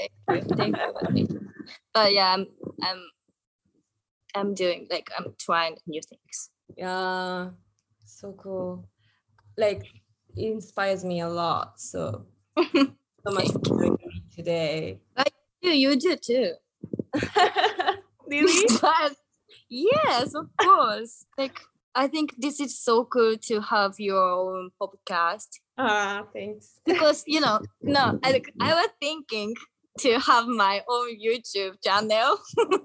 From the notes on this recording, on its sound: This episode was recorded through Zoom. The sound quality is not good.